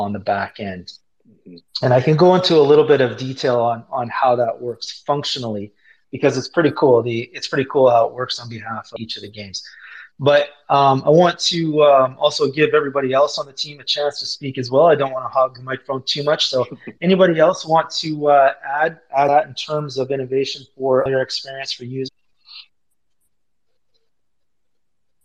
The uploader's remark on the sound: MOXY Twitter Spaces